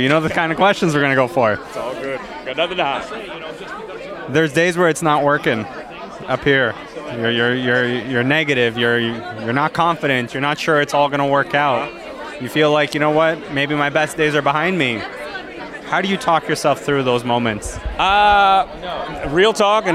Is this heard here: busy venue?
yes